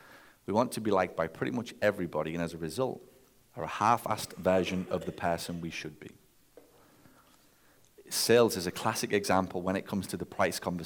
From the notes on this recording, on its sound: Live From The Stage. At my most recent Mastermind gathering in Nashville.